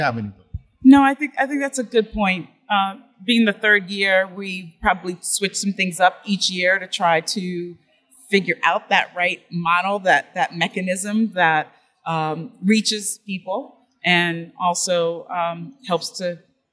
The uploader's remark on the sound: A special series of episodes recorded at Miami Art Week. Miami Noize is a series of episodes records live during Miami Art Week.